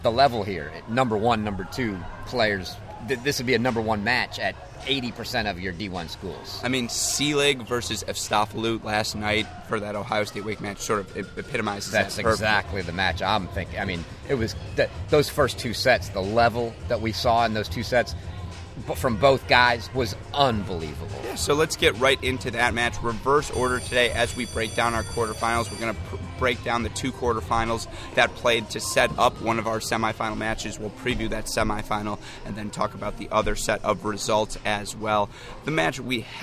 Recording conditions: busy venue